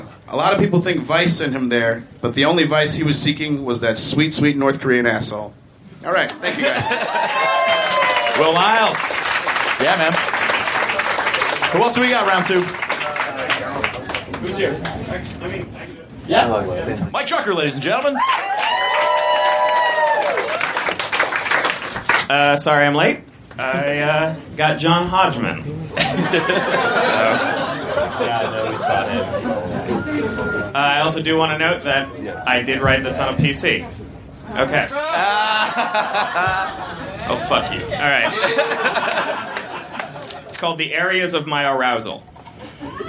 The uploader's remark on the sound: Recorded at Union Hall in Brooklyn, March 7, 2014.